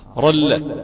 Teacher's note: فيه هنا إضغام كامل في اللام وفي الراء، اللي هو الإضغام بغير غنة